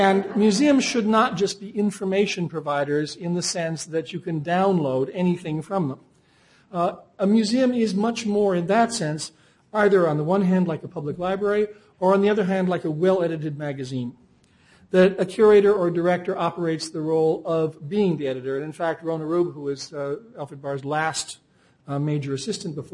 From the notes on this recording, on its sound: Recorded December 6, 2007 in The Phillips Collection Auditorium.